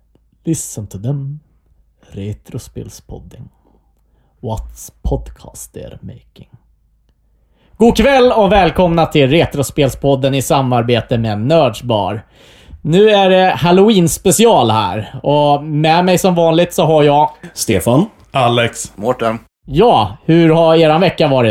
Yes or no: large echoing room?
no